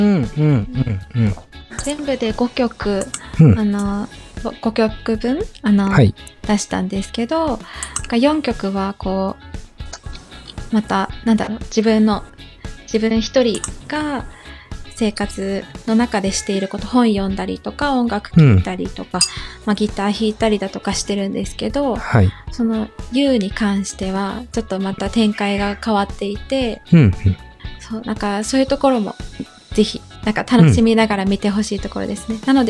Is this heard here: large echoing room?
no